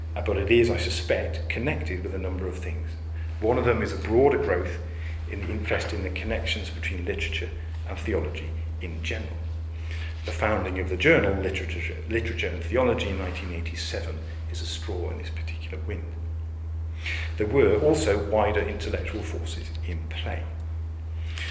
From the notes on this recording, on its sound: The audio recording of a public lecture given at the University of Chichester. As part of a study day at the Iris Murdoch Research Centre. To the audience for a very engaged and stimulating discussion afterwards.